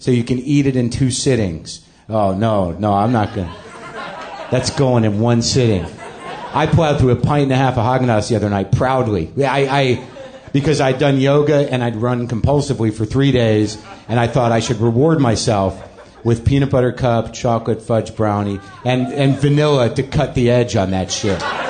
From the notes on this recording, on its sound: Back at Comix in New York City for another live WTF